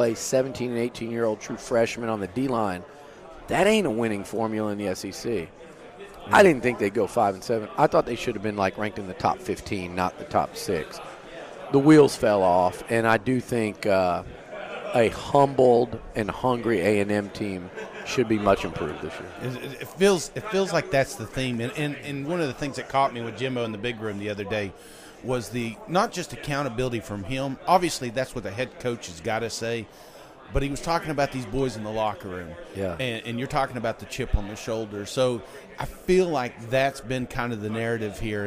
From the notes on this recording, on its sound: SEC Media Days 2023 Interview TexAgs. Joined us live from 2023 SEC Media Days in Nashville.